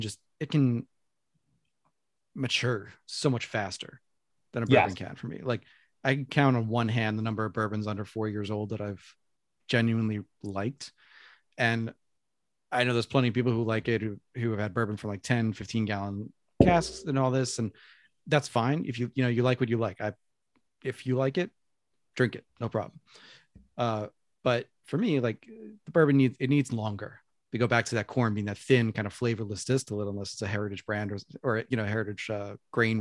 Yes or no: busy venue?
no